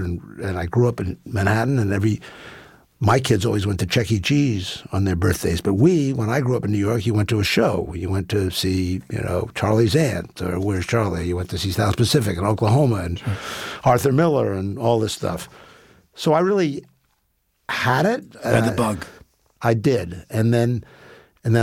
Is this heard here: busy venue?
no